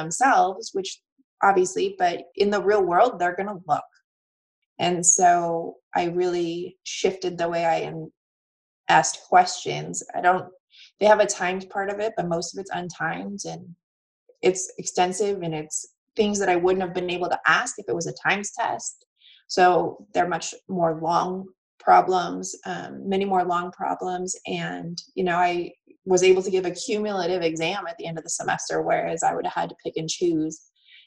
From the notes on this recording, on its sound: via Zoom